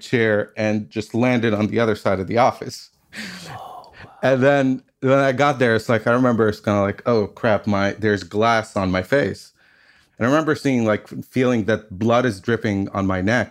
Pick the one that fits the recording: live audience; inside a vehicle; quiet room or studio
quiet room or studio